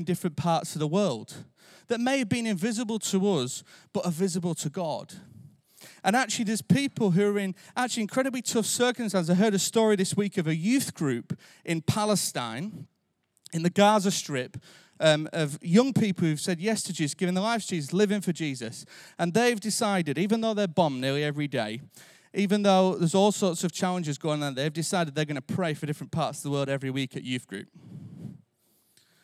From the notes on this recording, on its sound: Recorded live at Life Church Lancashire on Sunday 12th March 2023.